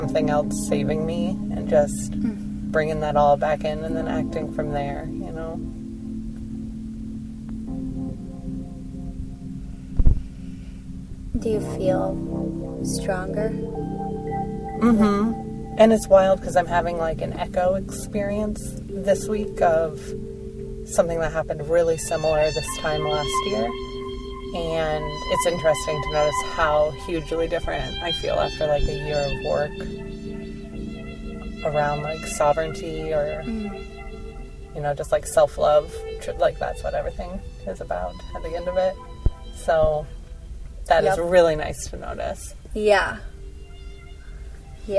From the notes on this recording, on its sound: Recordings from an excursion, crocket hills regional park. Recordings from a conversation in a rainy cemetery.